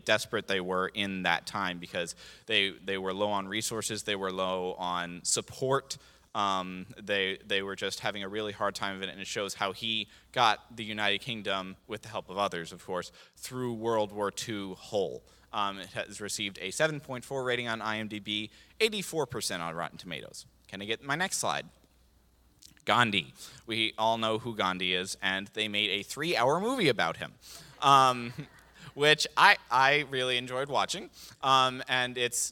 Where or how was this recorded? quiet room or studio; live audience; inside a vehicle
live audience